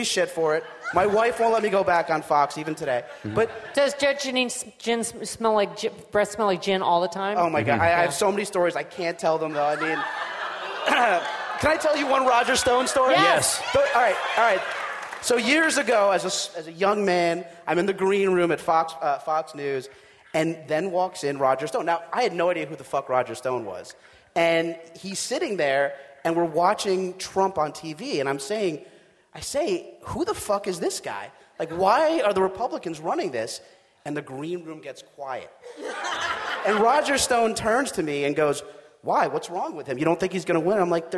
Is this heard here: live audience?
yes